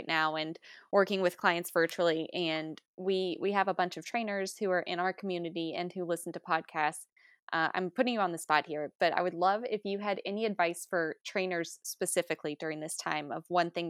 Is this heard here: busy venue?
no